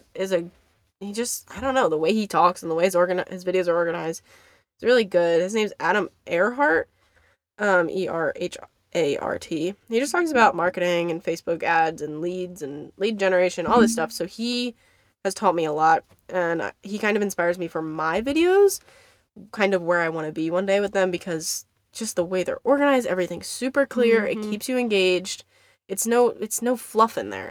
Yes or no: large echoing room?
no